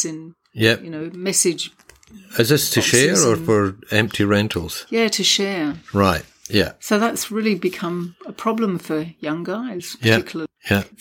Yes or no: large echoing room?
no